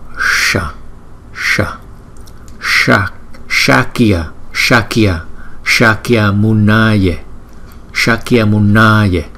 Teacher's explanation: Khi chúng ta gặp chữ S có dấu sắc ở trên, chúng ta cong lưỡi lại đọc sha